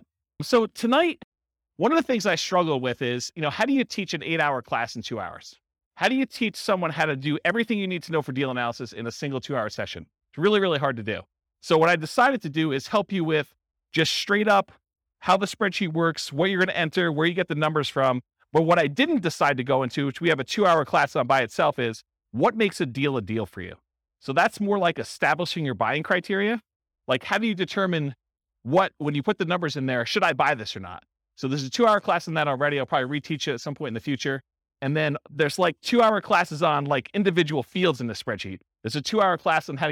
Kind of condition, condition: setting, live audience